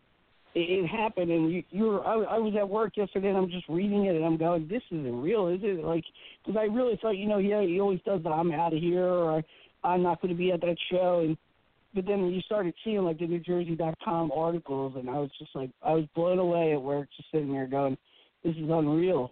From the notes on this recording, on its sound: calls in to share love